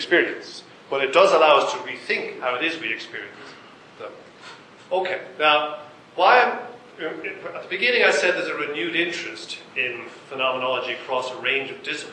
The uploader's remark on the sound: This ‘from the archives’ recording is the first part of the keynote from “ Triangular Conference 2008”. The talk was recorded in-person with a live audience. In the UCD Lochlann Quinn Undergraduate School of Business, Belfield, Dublin, Ireland.